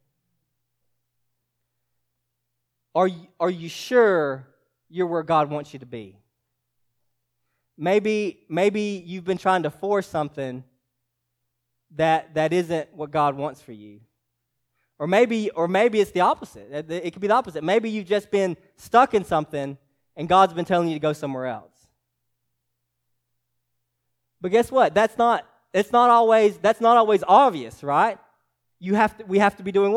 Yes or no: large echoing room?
yes